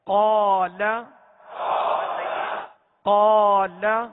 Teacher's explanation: قاف جب ادا کریں تو اس میں ہونٹ گول نہ ہو یہ حرف حروف مستعلیہ میں سے اس کو پور بھی پڑھنا ہے